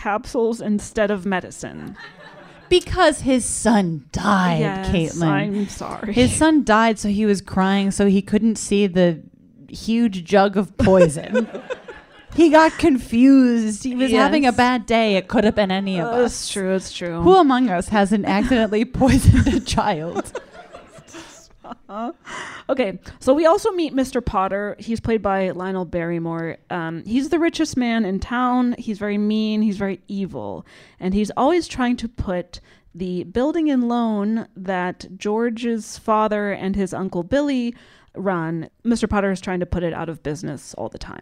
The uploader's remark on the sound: LIVE episode. Recorded in LA at Dynasty Typewriter.